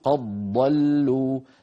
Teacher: يقرأ برواية ورش يدغم الدال في الضاد